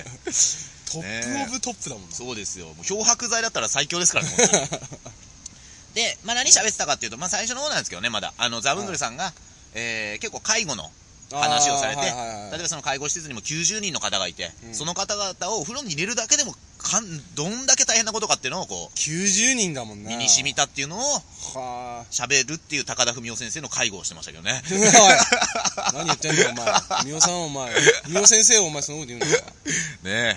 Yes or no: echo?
no